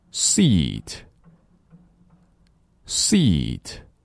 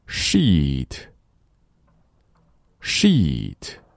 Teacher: 舌头后面拱起来，舌头前面也要起来，翘起来，然后气流通过那狭小的空间出来，才能发出 sh · Shown in: second take · 而我们 s s s 出来气流的时候，口内的空间啊要比 sh 大很多。来一起读两遍：seat, sheet, seat,sheet。下面一起来区分一下这些单词，我们上下为一组，一起大声朗读。Repeat after me.